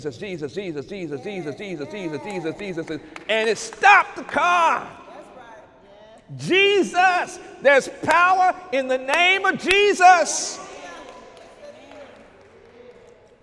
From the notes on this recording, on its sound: During Sunday morning service on September 29, 2019